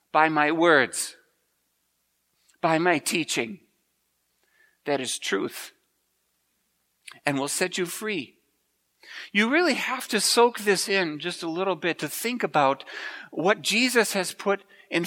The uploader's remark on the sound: Preached at Grace Ev.